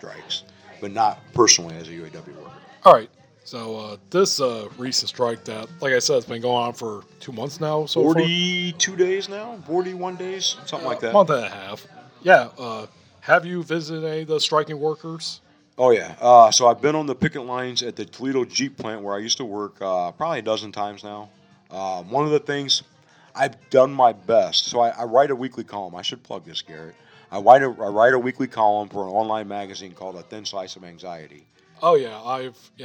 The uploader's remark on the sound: Recorded at the Bourgeois Pig Cafe in Chicago.